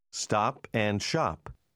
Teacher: Обратите внимание, что эти слова произносятся почти слитно.